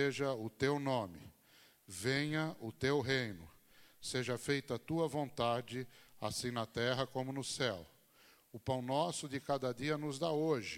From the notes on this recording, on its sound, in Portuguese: Mensagem gravada na Igreja Batista Jardim Minesota